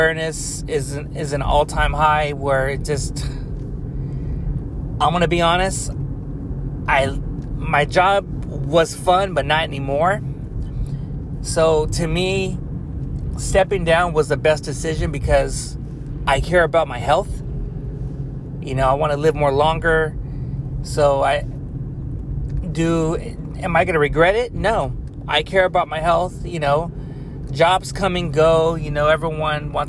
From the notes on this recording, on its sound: Car Talks. While driving home from work.